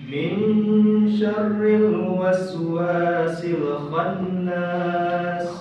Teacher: dua-duanya berdengung min kemudian khon agak dipanjangkan sedikit